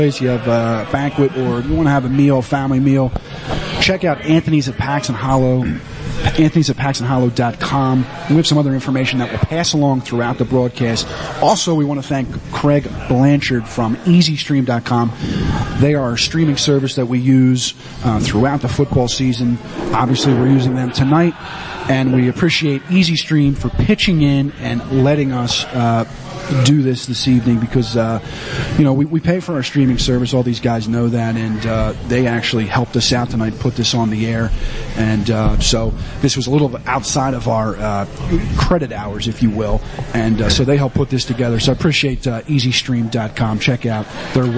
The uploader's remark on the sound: The one-hour interview from Anthony’s At Paxon